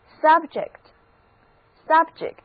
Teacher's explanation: 这个时候重音在第一个音节，字母 U 读作 A，而字母 E 要读作短的 E